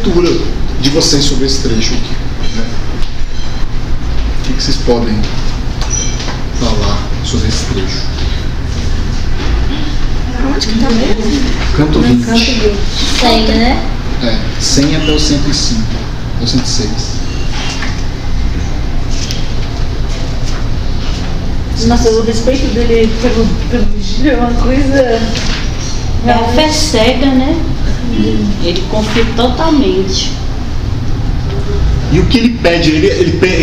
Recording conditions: busy venue